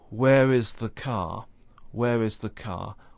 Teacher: We have no R sound at the end of car, because nothing follows, that's the end of the question. But we say, where is, so it's where is the car.